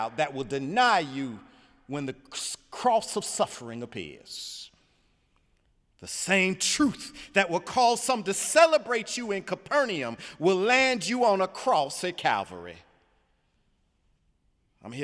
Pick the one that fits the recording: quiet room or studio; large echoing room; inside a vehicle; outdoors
large echoing room